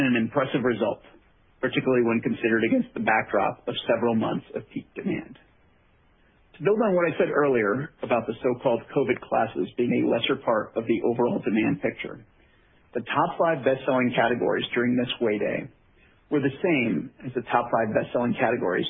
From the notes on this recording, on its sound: Q3 2020 Results Conference Call